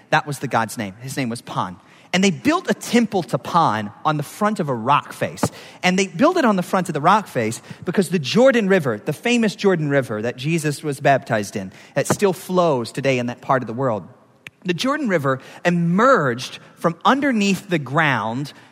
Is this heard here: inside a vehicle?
no